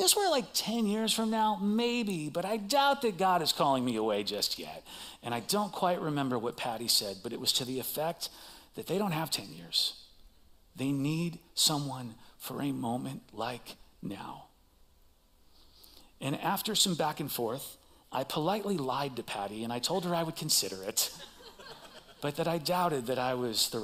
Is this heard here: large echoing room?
yes